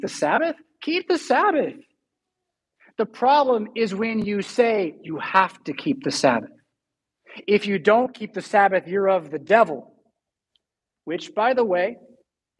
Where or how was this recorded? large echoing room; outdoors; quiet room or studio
large echoing room